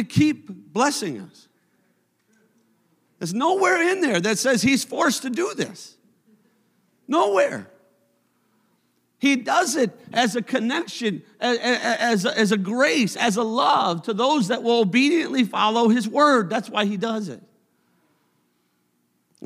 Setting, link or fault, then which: setting, large echoing room